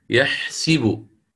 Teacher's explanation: أيضا عندنا يحسب، والمقصود به هنا الفعل المضارع، ويكون حيثما ورد وكيفما تصرف. يكسر السين فيقرأ يحسب